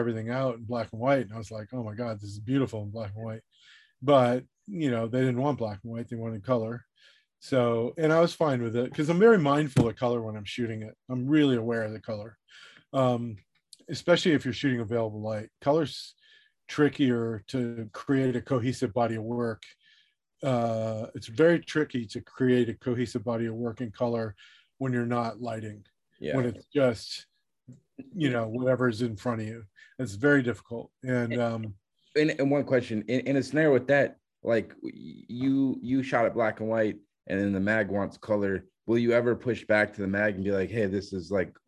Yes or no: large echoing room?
no